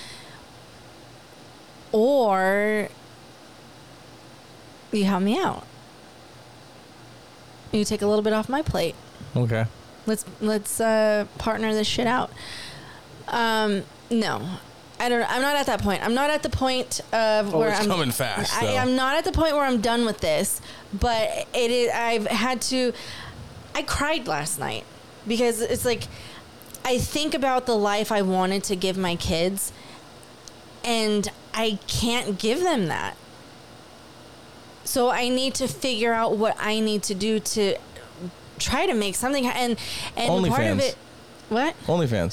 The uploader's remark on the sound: It's been hot, the air conditioner was on, it was never turned off during recording. Enjoy the soothing ambient noise of the air conditioner.